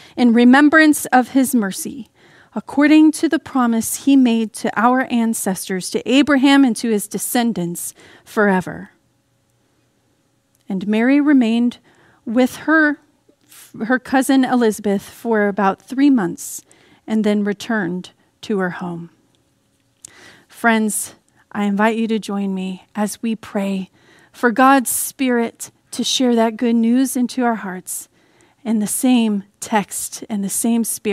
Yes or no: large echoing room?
yes